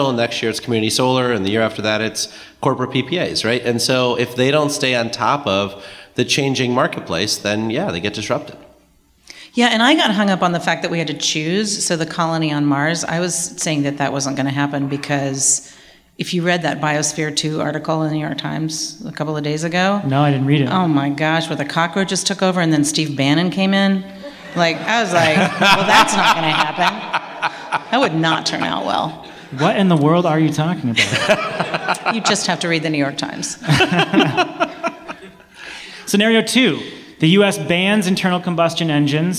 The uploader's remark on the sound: Live at MIT. This past week, we recorded a live show at the MIT Energy Conference.